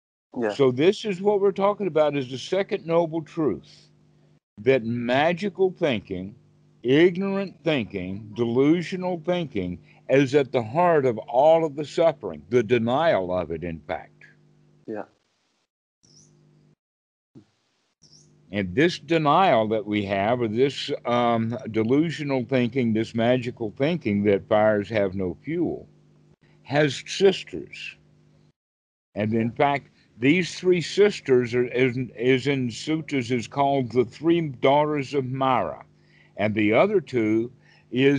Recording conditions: video call